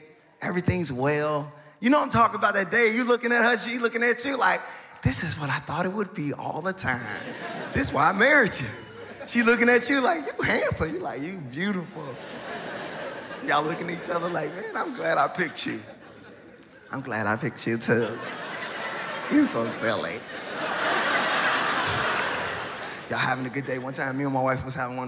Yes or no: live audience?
yes